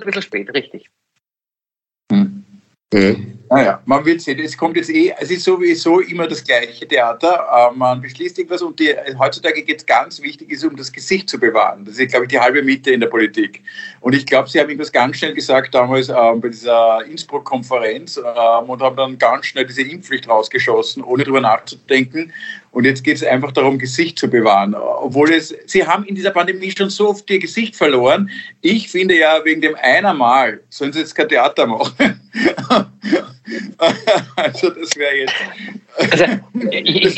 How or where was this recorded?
video call